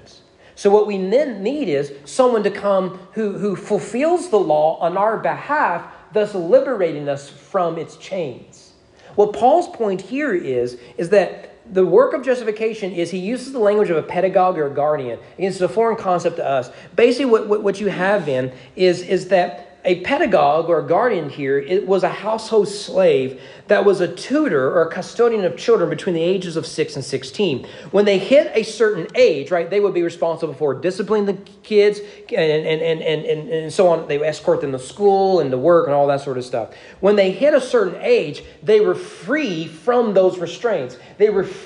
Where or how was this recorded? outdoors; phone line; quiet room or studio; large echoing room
large echoing room